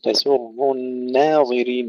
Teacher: نرقق التاء والسين ونفخم الراء ثم نرقق النون، تسر الناظرين ولا نقول تسر الناظرين كما يكثر الخطأ فيها.